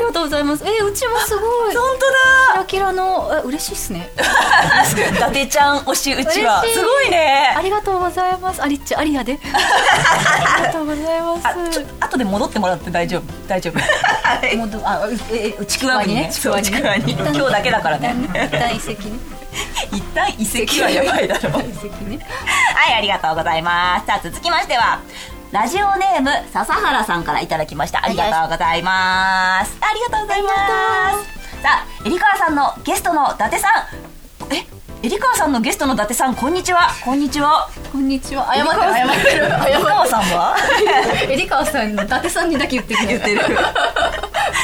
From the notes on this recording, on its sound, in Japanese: 久しぶりの公開収録